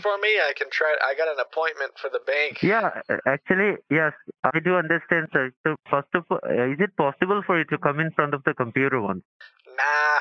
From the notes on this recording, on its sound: On the phone with scammers claiming to work for Comcast.